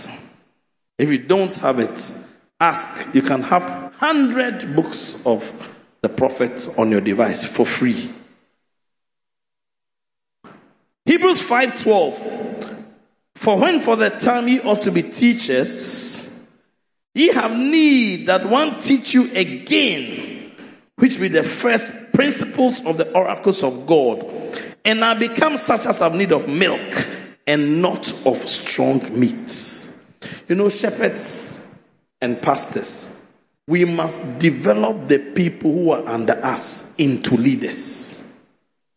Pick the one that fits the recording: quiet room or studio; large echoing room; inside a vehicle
large echoing room